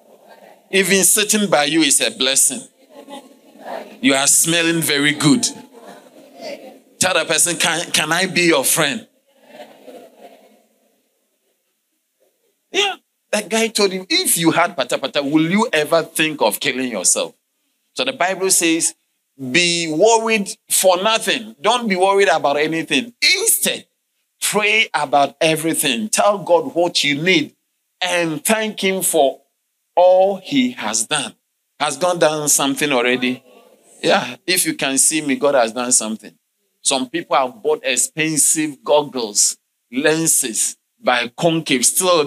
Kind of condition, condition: setting, large echoing room